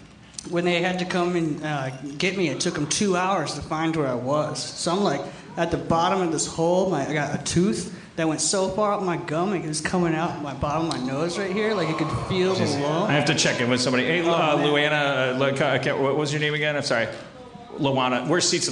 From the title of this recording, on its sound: LIVE from the Cherokee Casino in West Siloam Springs, OK